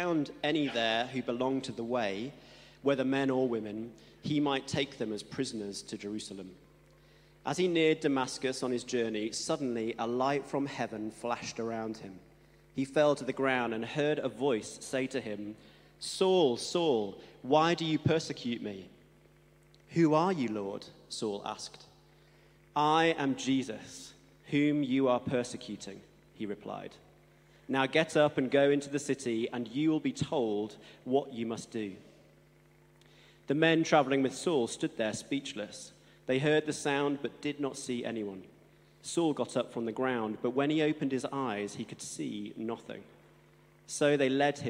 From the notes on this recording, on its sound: Streamed live at St Paul's Shadwell on Sunday, 26 March 2023.